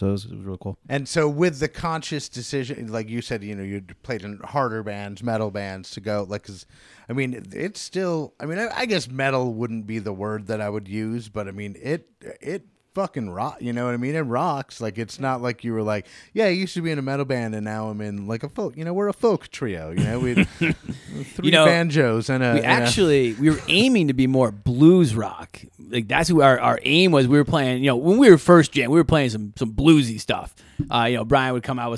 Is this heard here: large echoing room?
no